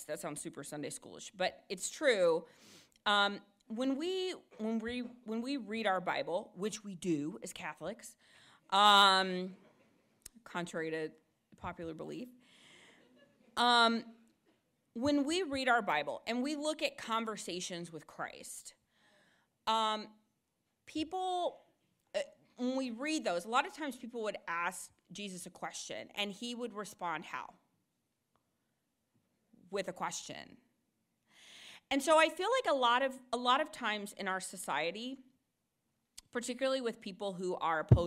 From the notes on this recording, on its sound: delivered an address at Christendom College on Monday, March 28